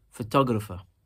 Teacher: we are also emphasizing the second syllable in this word now